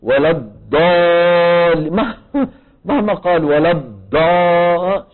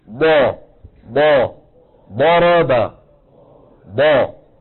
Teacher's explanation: دال مفخمة، ما حتخرج ضاد أبدا طالما أنه يعتمد ويتكئ على المنطقة الأمامية. الاعتماد والاتكاء والضغط يكون فين؟ في الحافتين اليمنى واليسرى · Shown in: second take · Term: الضاد